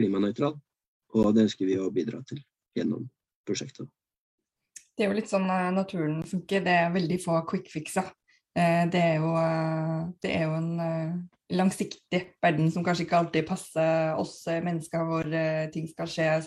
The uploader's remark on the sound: Live Zoom